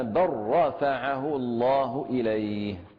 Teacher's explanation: لو وصلنا أبدلنا اللام راء وقلنا بل رفعه الله إليه. · Term: إدغام كامل